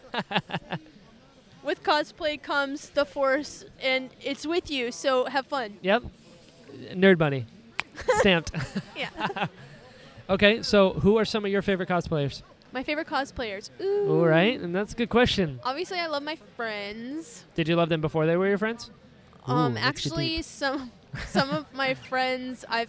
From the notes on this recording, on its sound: This episode was recorded at PALMCON!